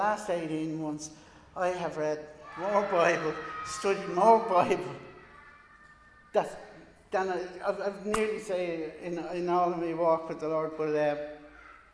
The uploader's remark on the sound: Recorded live in Liberty Church on 25 July 2021